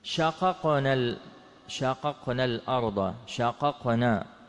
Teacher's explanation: القاف الأولى متحركة والقاف الثانية ماذا؟ ساكنة، فإظهارهما قولا واحدا ولا تدغم أبدا · Term: الإظهار المطلق